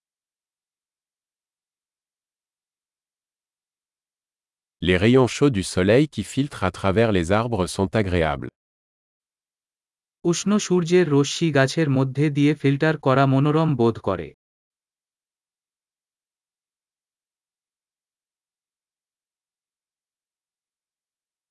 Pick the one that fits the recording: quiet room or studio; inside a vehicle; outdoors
outdoors